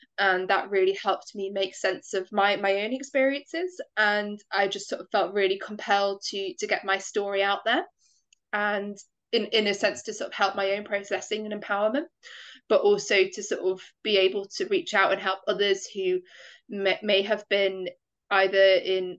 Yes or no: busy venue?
no